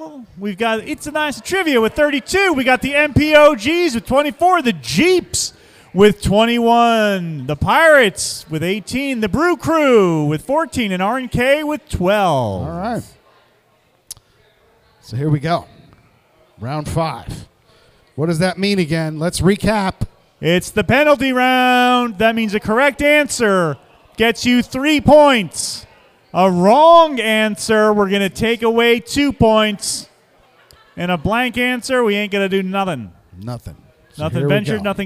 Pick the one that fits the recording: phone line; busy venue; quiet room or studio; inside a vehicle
busy venue